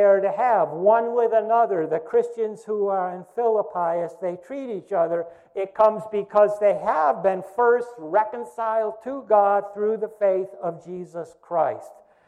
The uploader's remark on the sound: First Congregational Church of Clinton, MA -- Sermon -- July 5, 2020